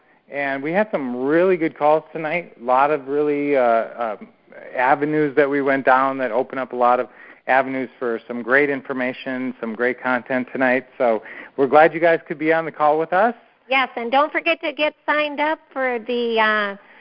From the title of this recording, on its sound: Q&A Call